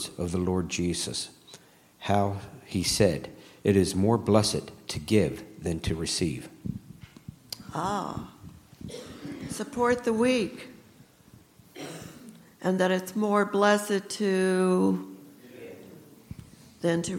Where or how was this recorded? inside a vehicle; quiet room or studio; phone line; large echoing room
large echoing room